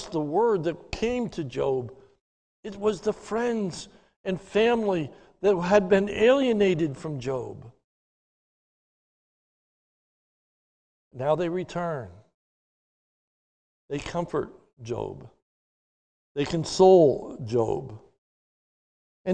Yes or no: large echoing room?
yes